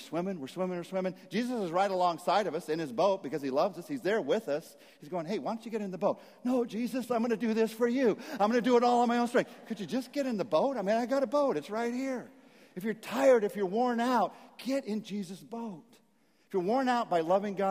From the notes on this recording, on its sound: message at Saddleback Church